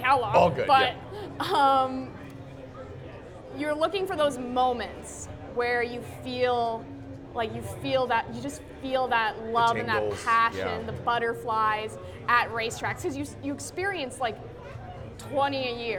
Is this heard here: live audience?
yes